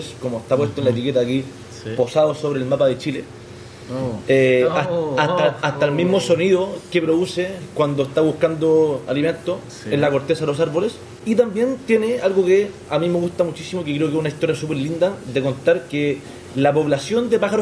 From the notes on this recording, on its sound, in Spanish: Grabado en la fantástica enoteca Chamberí.